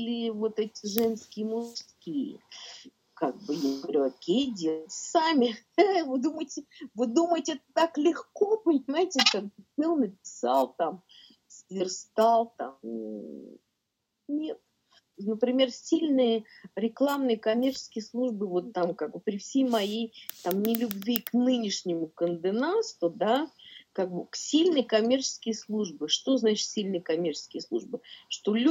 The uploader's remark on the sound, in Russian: В пандемию прошлой весной мы говорили с ней по Zoom. Запись не студийная, Zoom.